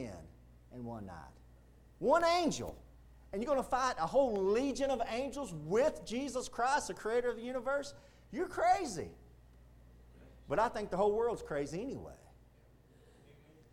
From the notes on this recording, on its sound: Preached at Indian Gap Baptist Church-- Indian Gap, Texas